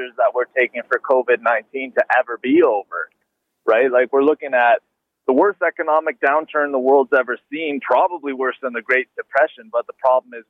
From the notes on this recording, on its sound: Listeners call. On Zoomer Radio!